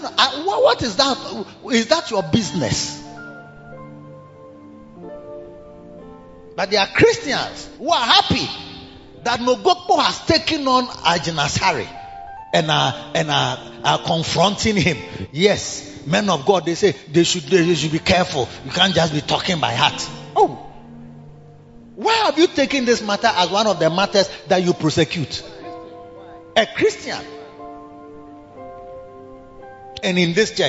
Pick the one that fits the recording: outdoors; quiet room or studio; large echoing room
large echoing room